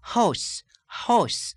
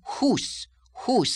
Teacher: The sound ow, as in house, changes to another strangely rounded sound · Shown in: first take · o, as in house, house.